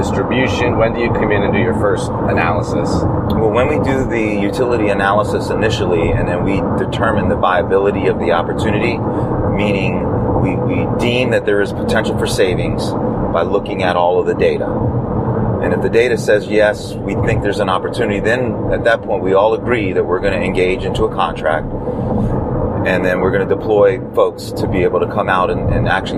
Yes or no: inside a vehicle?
yes